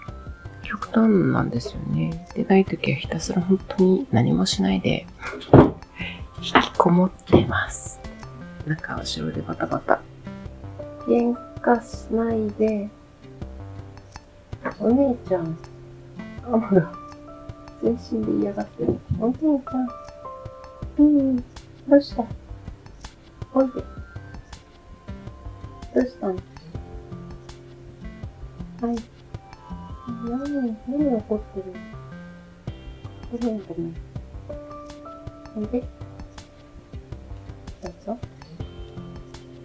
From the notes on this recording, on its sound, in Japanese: 今日もにゃーずの妨害アリで雑音多め。